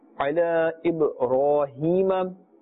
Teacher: Ra has a fatha and therefore it's pronounced with a full mouth.